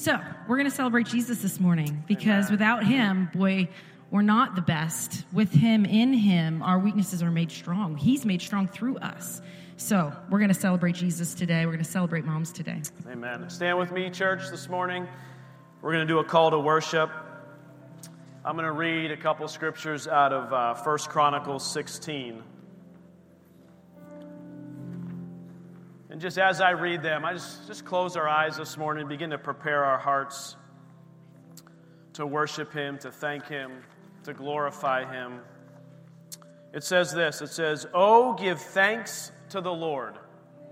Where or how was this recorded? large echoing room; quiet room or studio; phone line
large echoing room